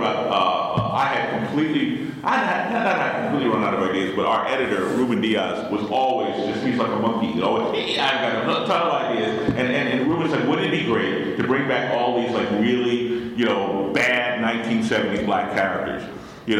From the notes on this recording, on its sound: The Black Panther Panel. From Terrificon recorded last month at Mohegan Sun in Connecticut.